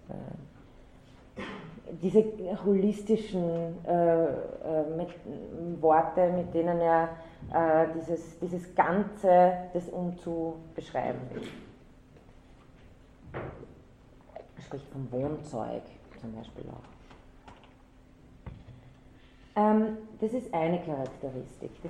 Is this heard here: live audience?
yes